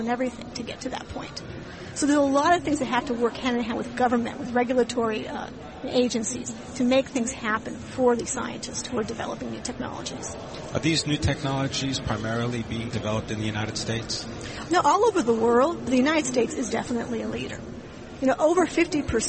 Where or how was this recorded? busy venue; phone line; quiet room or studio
busy venue